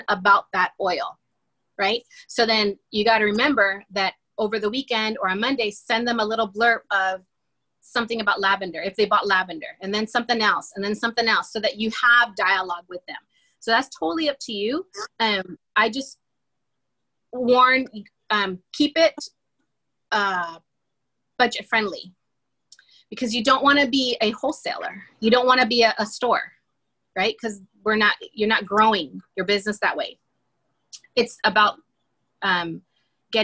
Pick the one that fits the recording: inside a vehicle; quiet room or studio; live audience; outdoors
inside a vehicle